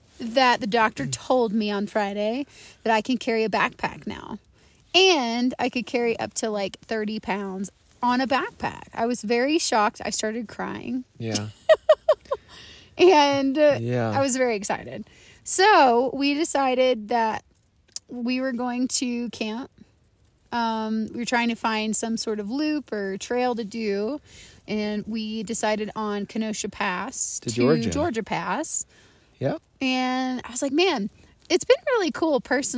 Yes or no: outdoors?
yes